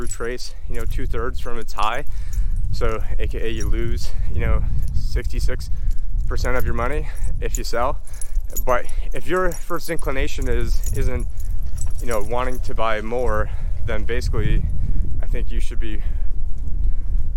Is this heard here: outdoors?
yes